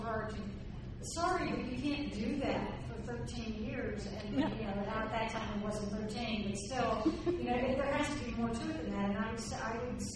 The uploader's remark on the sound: We have a recording of that panel. The DragonCon Urban Fantasy track.